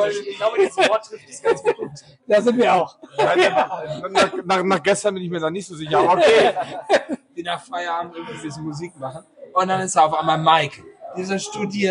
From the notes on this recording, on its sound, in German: (mit Audiostörung). Live vom Beach Beach Festival.